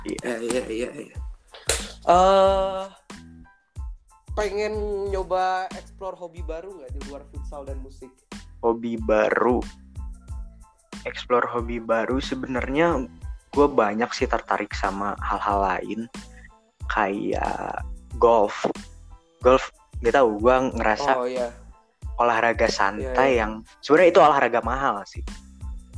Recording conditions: drop-outs